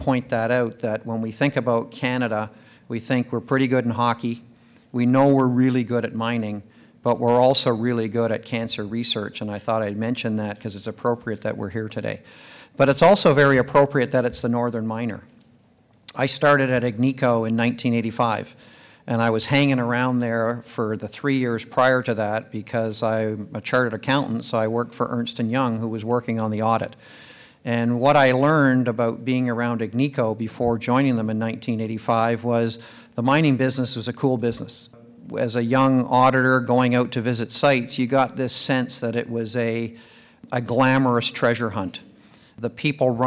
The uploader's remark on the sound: Recorded live at The Northern Miner's Progressive Mine Forum held at the MaRS Discovery District in October 2018.